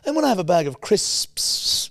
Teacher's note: It's like a double syllable S at the end.